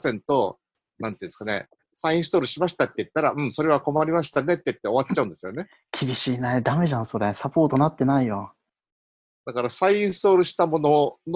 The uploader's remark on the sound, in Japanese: ZoomでおしゃべりG.W版。Zoomを有償版にアップグレードした方がいいかなぁ～。